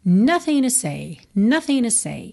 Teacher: Repara que ele tirou a letra T, o som da letra T, da palavra to.